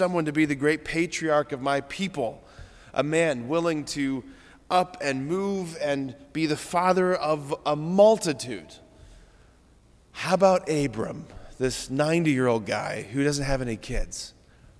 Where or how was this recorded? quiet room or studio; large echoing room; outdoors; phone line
large echoing room